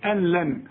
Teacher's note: النون اللي بعدها لام الغيها من النطق، اسمها ادغام كامل بدون غنة، يعني بدخل النون في اللام عند الوصل، اقول أن لن، اذا بشبك الهمزة مع اللام، اقول أن لن، ما اقولش أن لن.